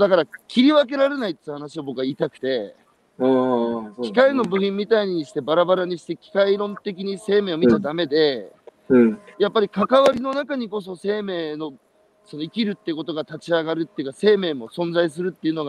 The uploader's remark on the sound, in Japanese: 歩きながら1時間、対談する